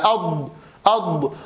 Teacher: صفة الاستطالة من أميز صفات حرف الضاد، بل هي صفة مختصة ببيان حرف الضاد. أما كونها مجهورة تهتز فيها الأوتار ويسمع لها زمير يصحبها في حالة خروجها